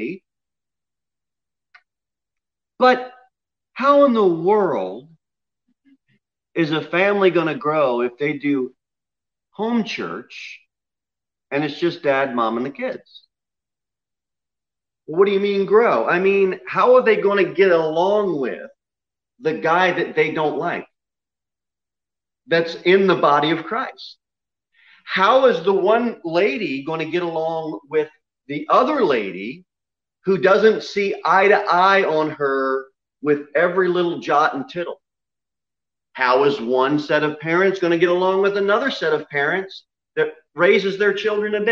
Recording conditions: large echoing room